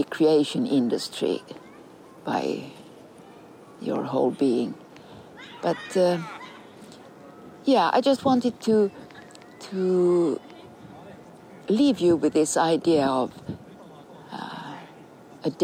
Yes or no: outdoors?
yes